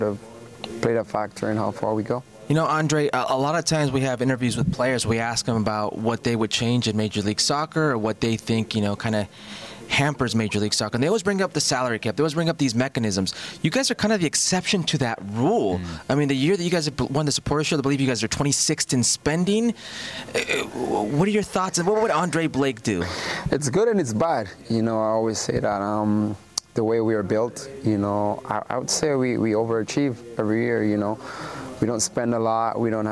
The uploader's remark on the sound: Live from Miami for MLS Media Day.